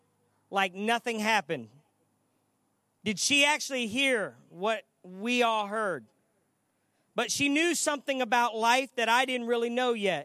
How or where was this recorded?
large echoing room